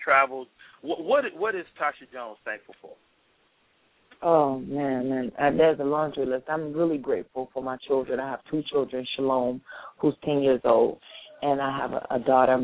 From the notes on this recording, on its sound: opens up the lines to chat with his audience